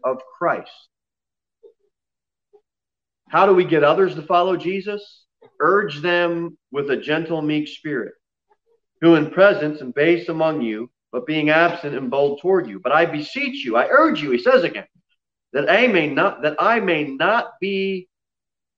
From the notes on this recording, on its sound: Sermon delivered at Pilgrim Baptist Church on Thursday, October 8, 2020, at 6:15 pm. Jere Whitson Rd.